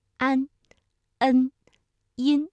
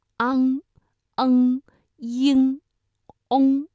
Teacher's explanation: 前鼻音呢，大家感觉到它的发音部位明显的靠前，那舌尖抵住上齿龈，安、恩、音，而后鼻音发音的时候部位靠后